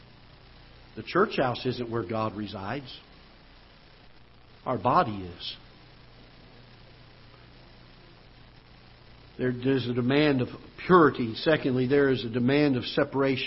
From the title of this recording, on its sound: Ketha Heights Baptist Church ~ Live Broadcast